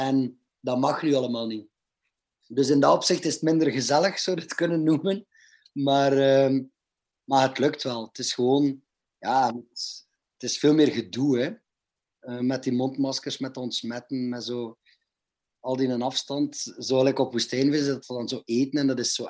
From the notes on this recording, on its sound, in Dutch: Het interview gebeurde op een covid veilige manier over zoom.